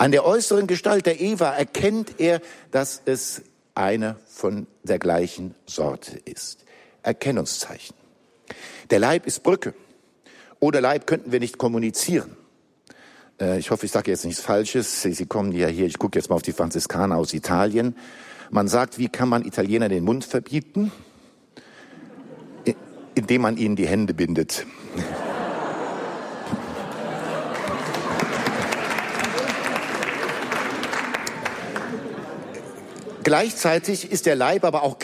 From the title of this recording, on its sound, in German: Kongress Aschaffenburg - Vortrag